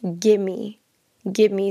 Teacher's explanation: we're removing the V from give and we're just making it an M